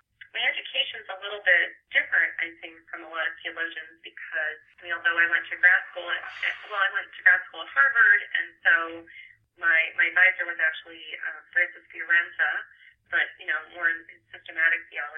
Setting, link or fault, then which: link, phone line